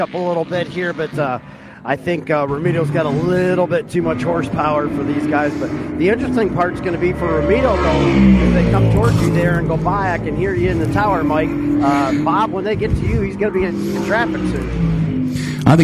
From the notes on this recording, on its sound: Broadcast the races for the Hoosier Tire SCCA SuperTour Series event held at VIRginia International Raceway in Alton, Virginia. VIR is a multi-purpose road course offering professional and amateur auto and motorcycle racing, as well as a wide range of track events.